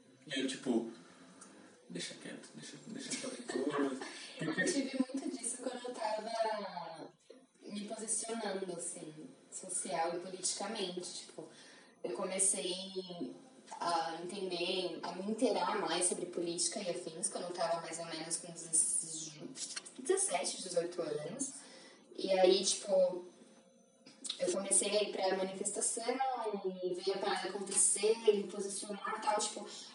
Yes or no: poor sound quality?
yes